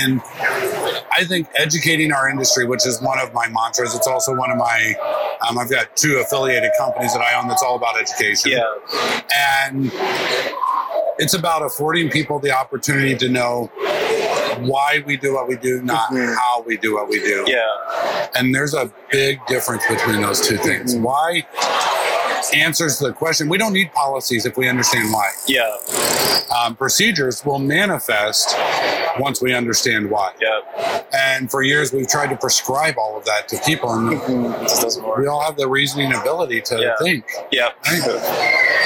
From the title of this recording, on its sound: LIVE AT NAA